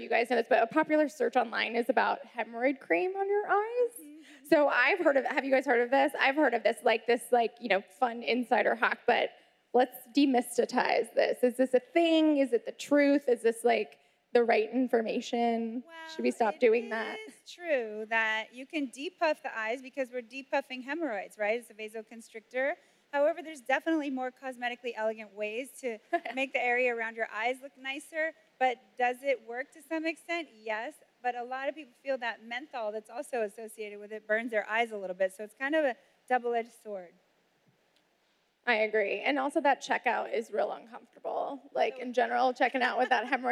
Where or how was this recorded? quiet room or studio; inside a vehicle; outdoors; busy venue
busy venue